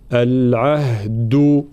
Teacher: الدال قلنا شديدة مجهورة، العهد، يلزمنا شوية مجهود هنا لنطق الدال بعد الهاء، العهد، هكذا.